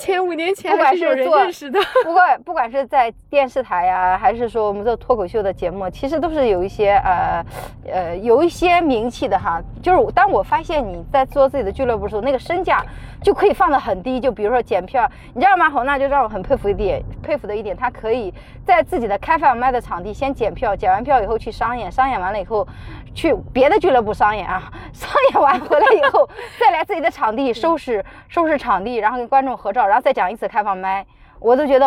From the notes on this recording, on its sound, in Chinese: 这期是我们在车里聊了下她创业以来的一些故事跟心得。可能你会偶尔听到一些转向灯的声音，都是正常的，不过整体音质我觉得还OK啦。